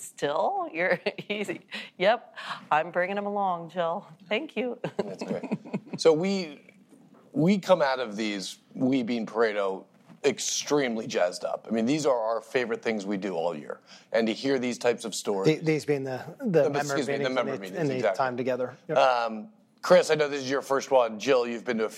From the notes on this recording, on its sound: We took the bold step of recording this episode before a “live audience” at our recent Paradigm and Structure Members’ Meetings.